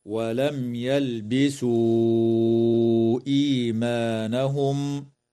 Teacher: وتمد الواو قبل الهمزة من قوله تعالى ولم يلبسوا إيمانهم من قبيل المد المنفصل بمقدار 4 أو 5 حركات